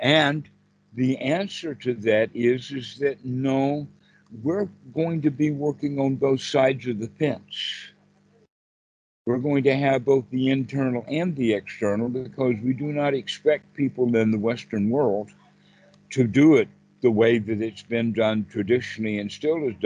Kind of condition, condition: link, video call